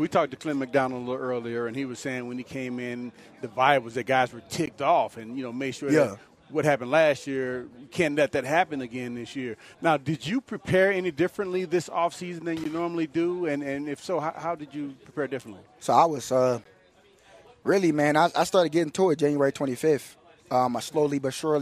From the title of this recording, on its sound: live from Broncos Training Camp